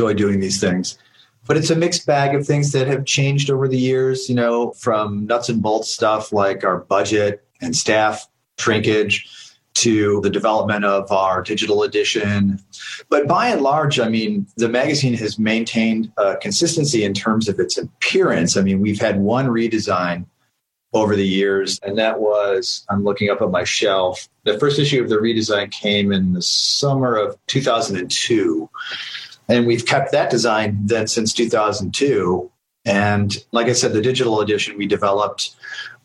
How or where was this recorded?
video call